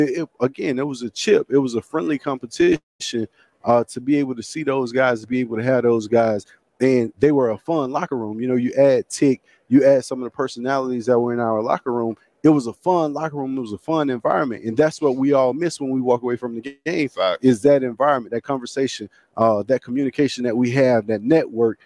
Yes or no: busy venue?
yes